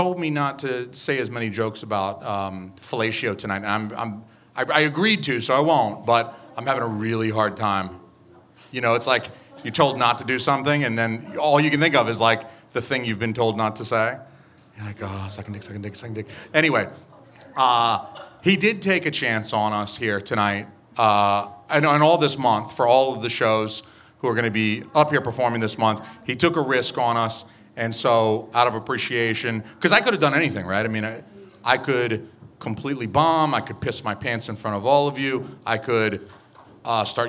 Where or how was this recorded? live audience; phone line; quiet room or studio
live audience